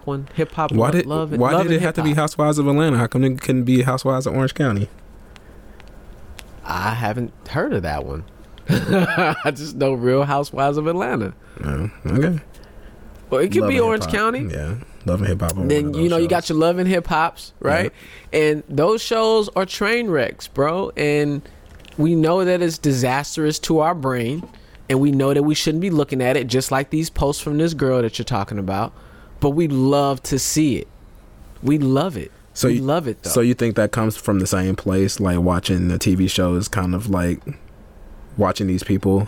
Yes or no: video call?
no